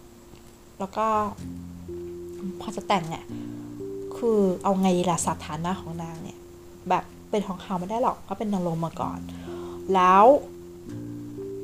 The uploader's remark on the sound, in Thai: ขอโทษเรื่องnoiseทั้งหลายด้วยนะคะ ถ้าไม่เปิดเครื่องฟอกอากาศน่าจะเล่าไม่ได้ยาวขนาดนี้. แบ่งอัด3วันเลยพอไหว.